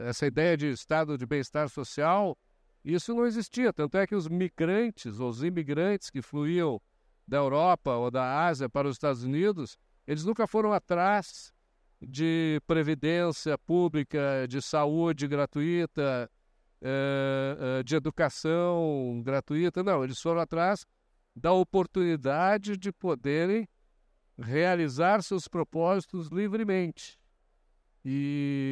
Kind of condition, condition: setting, busy venue